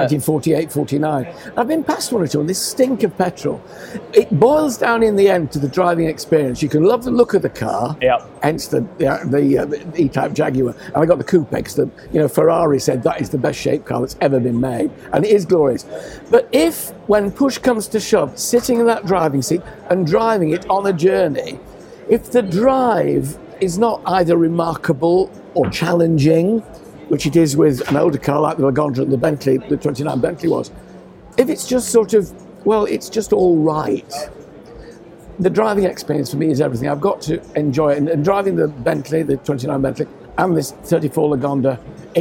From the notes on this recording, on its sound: Recorded at RM Sotheby’s 2023 London auction, we also catch up with all the news and amazing cars on offer at the sale.